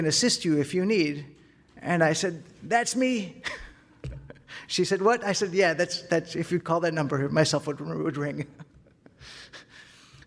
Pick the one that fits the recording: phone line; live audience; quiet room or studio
live audience